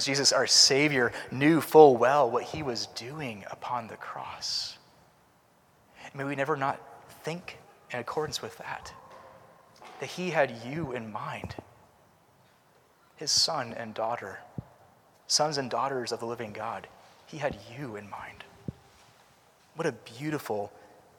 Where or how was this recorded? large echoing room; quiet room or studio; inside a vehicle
large echoing room